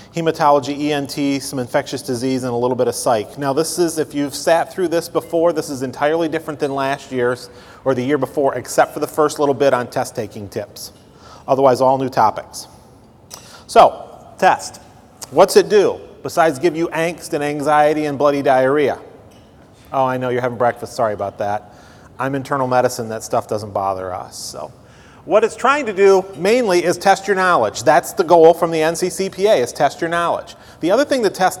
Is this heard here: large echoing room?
yes